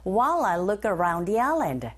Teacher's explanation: 그래서 덩어리 청크로 연결돼서 소리가 들려집니다. While I look around에서도 look의 크 자음 around의 모음 연음 현상이 일어나죠.